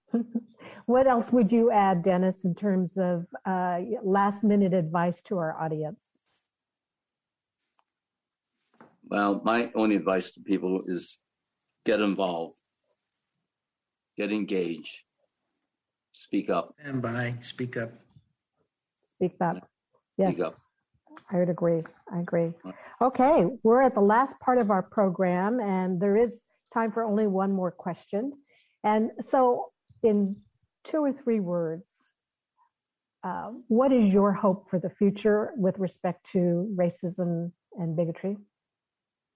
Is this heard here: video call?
yes